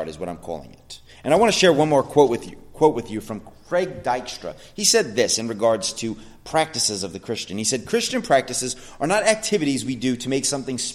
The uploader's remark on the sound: sermon at The Blue Point Bible Church